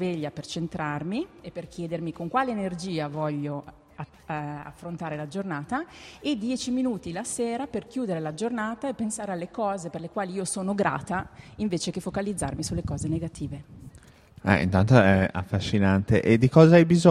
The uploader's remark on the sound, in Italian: In diretta dal settimo piano del Teatro Sociale per scoprire l’edizione 2018 di TEDxTrento